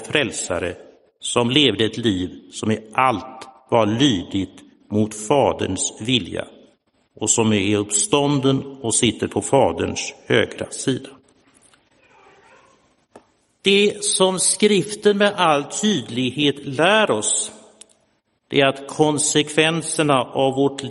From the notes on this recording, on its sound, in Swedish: Inspelad i Roseniuskyrkan den 24 juli 2022.